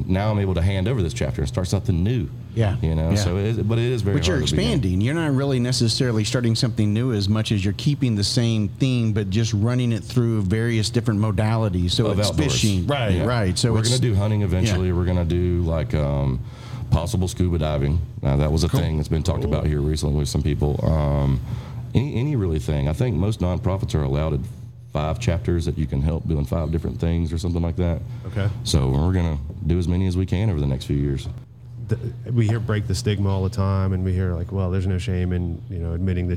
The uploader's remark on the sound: Taped at Line Creek Brewing Co., Fayetteville, GA